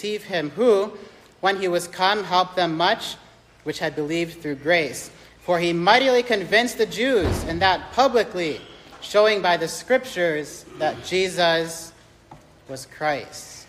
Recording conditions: live audience